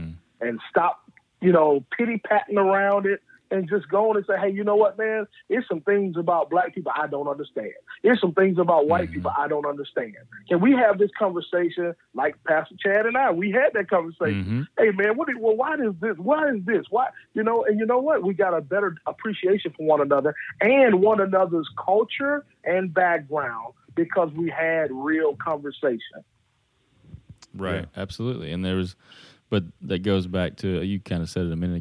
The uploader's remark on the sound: get on the phone